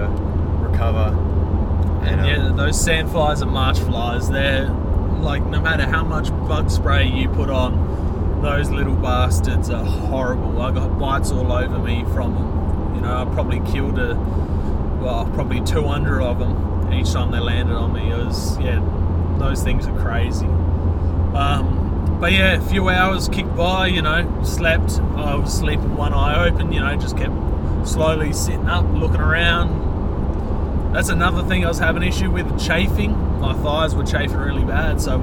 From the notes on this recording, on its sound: As we hit the road, the podcast captures the raw essence of our trip, complete with a touch of road noise that adds to the authenticity of our storytelling.